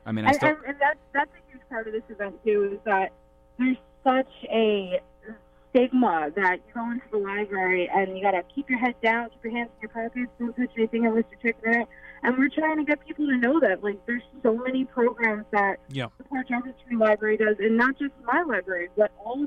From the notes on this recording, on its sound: A telephone call